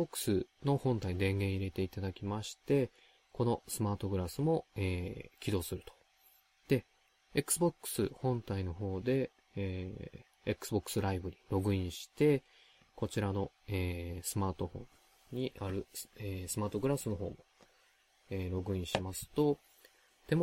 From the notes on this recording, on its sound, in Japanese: ソロでおしゃべり！本編中などで シャー という音が時折聞こえるかもしれませんが、これは録音の際に入ってしまったＰＣの音だと思います。